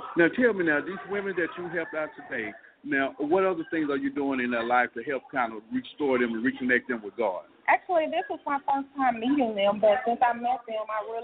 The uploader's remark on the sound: We are on location at this year Royalty Conference.